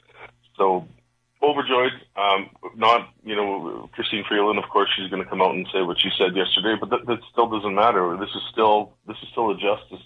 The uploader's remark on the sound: opens up the phone lines to take your calls